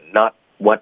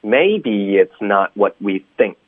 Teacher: what 的 t 也省略，we think 的 k 也省略